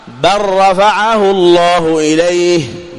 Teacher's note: قل ربي إما تريني ما يوعدون، أيضا اللام مع الراء في مثال آخر، بل رفعه الله إليه، بر أصلها بل أرى، أدغمنا اللام في حرف بل في الراء، وهذا من التقارب